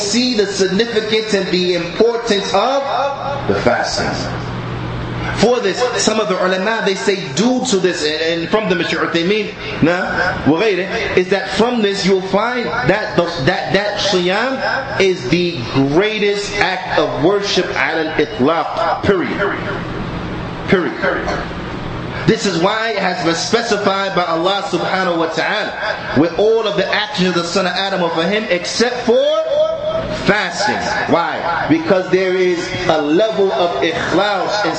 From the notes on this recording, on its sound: Lecture From The Benefits Of Ramadan Conference At Masjid Bani Adam, Newark, NJ